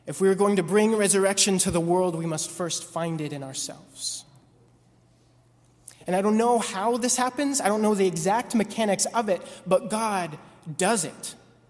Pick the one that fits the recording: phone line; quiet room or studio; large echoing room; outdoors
large echoing room